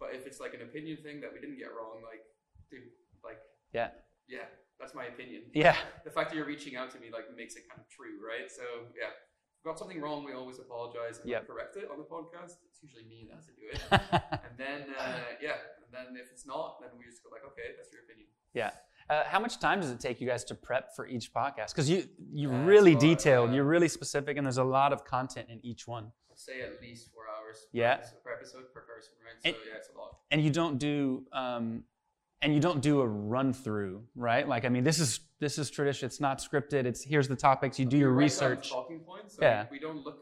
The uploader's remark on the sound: Interview recorded at Pocket Gamer Connects London 2023.